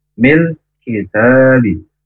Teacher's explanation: Huruf kaf, baik fathah kasroh domah sukun, tetap hamas. Karena makhrajnya dari pangkal lidah agak ke depan. Sifat hurufnya yaitu hamas atau berdesir.